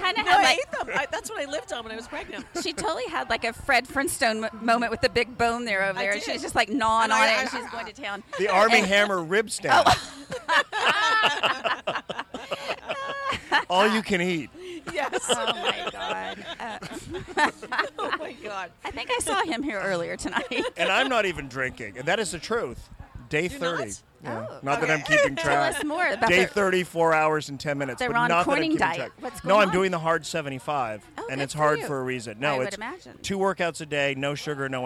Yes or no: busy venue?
yes